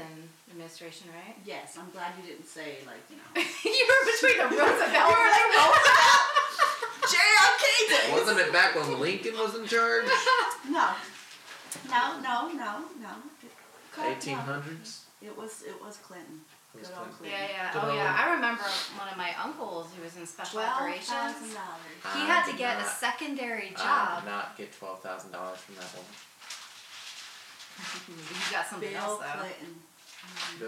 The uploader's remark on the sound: We apologize for the lame audio, the audio track that we record separately is missing.